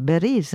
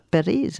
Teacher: l'arabe n'a pas de P, comme je disais, et donc très souvent on prononce B pour dire Paris · Shown in: first take · on dit Beriz, hein, on ne dit pas Periz, on dit Beriz, des choses de ce genre-là.